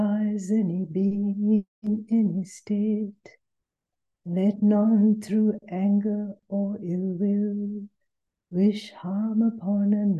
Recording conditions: video call